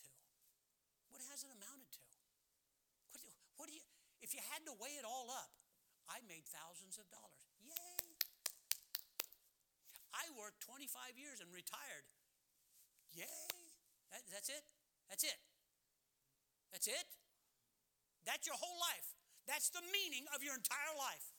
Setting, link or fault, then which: setting, large echoing room